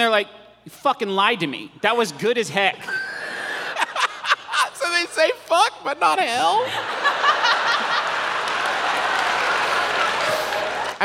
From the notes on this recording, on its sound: This live show, from our recent tour stop in Pittsburgh. We unknowingly distributed 100 KFC Doughnut Chicken Sandwiches to our audience.